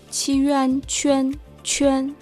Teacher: Aquí hay un deslizamiento y entre chi y an.